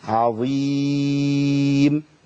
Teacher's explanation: أخلص العين المرققة من الظاء المفخمة، وبعدين الياء المرققة